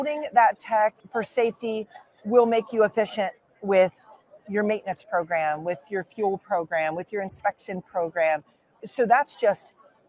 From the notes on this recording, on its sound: records live from the NAFA I & E in Baltimore